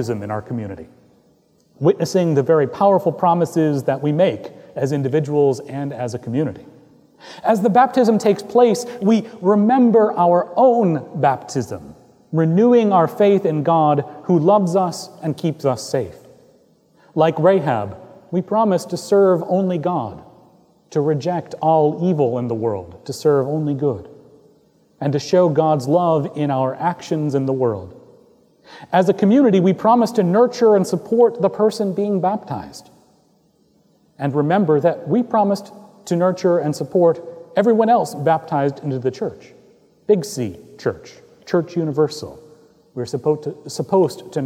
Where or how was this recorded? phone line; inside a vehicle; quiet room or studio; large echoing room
large echoing room